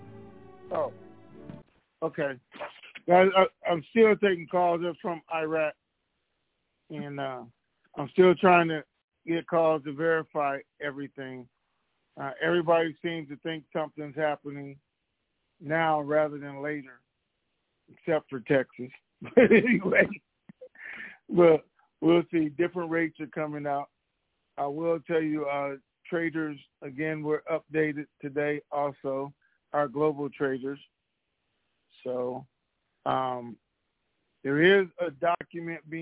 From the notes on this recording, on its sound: Conference Call